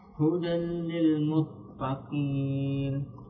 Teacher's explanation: letaknya huruf qaf pangkal lisan